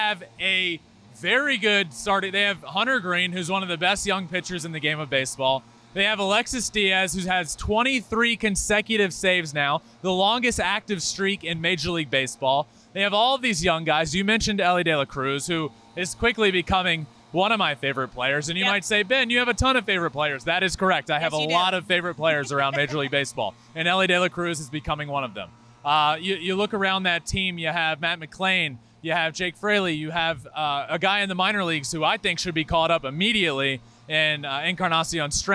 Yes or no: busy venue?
yes